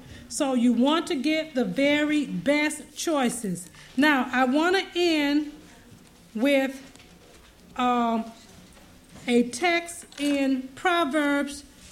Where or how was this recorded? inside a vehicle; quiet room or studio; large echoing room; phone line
large echoing room